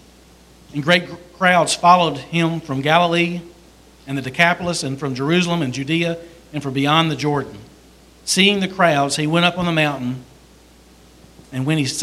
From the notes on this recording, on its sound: This is a message from the pulpit of Beaver Baptist Church in Brighton, Tn